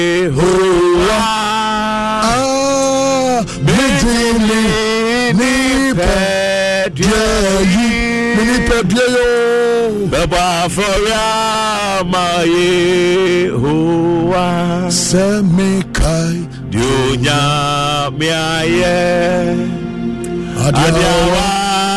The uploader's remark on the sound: Live worship &prayers